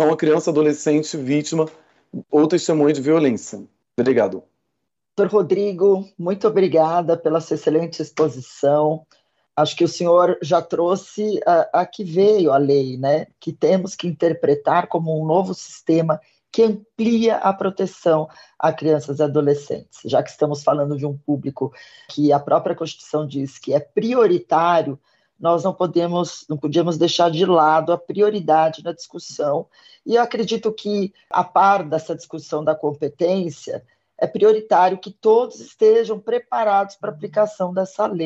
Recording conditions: video call